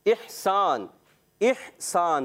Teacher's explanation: پہلے حمزہ بھی ادا کرنا ہے پھر ہا کی ادائی بھی کرنی ہے، اور سین کی ادائیگی سی ٹی کے ساتھ ادا کرنا ہے، اور اس کے بعد یہاں وف کی با، وف میں قاعدہ لگے گا.